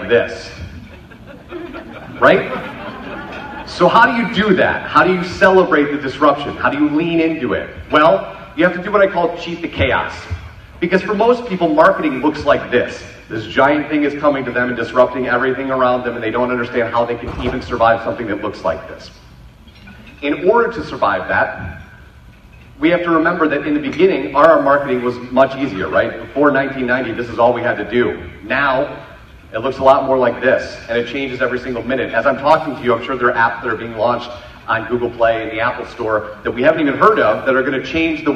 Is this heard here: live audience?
yes